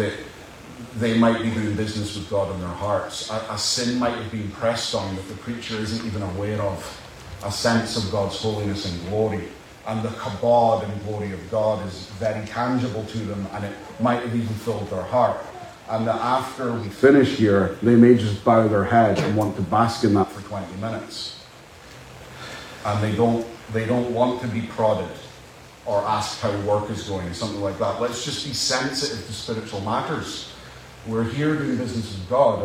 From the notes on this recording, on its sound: Apologies for the poor audio